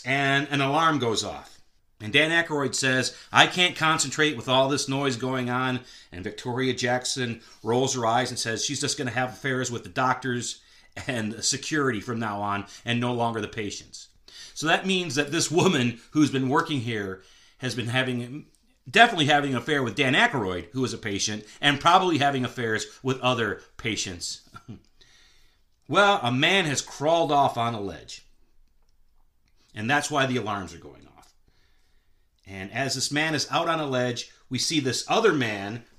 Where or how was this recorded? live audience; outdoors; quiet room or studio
quiet room or studio